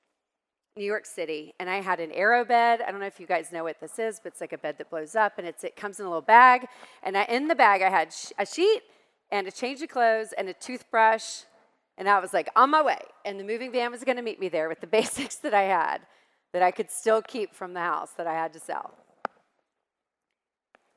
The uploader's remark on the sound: My 3-Day event for boutique photographers, Go Boutique Live. Here’s part of her presentation from Go Boutique Live 2021.